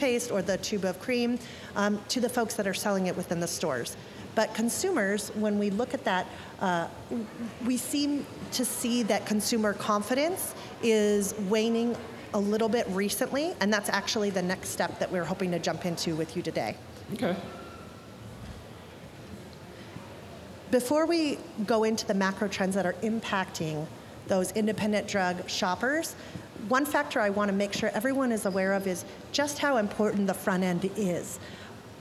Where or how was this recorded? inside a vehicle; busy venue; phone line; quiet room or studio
busy venue